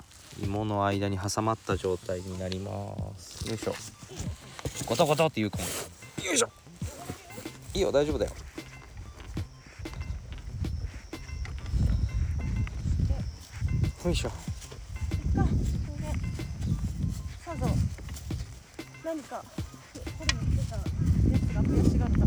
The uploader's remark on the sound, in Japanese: 今週は、芋掘りがてらの収録。